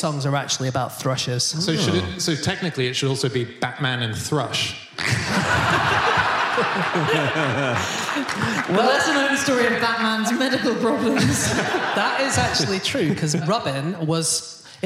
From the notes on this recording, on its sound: Live from Birmingham it's the Fish Christmas Special!